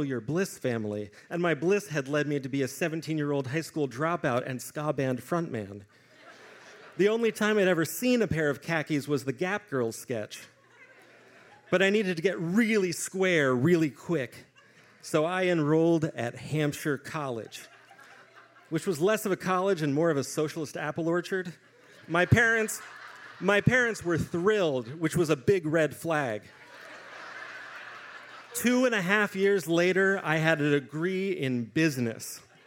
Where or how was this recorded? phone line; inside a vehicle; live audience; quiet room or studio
live audience